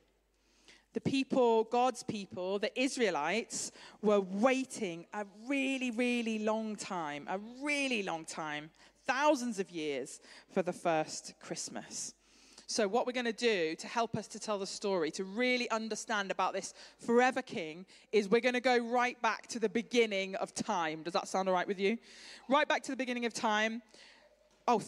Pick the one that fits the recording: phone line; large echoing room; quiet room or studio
large echoing room